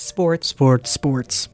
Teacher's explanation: You get what's called back vowel raising.